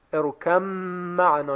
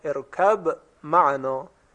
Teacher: إن وجه إدغام بود يا بني اركب معنا، که ادغام اون یعنی ادغام با در میم با دقیقا مثل یک میم مشدد باید تلفظ شود. ارکم معنا یعنی هیچ اثری از حرف با نیست · Shown in: first take · و اما وجه دوم اظهار، ارکب معنا، دقت می فرمایید.